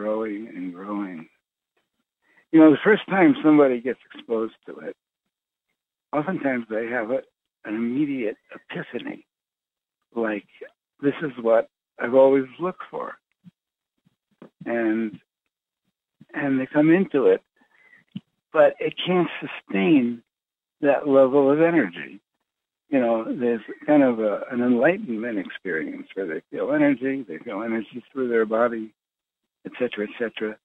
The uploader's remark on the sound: Conference Call LIVE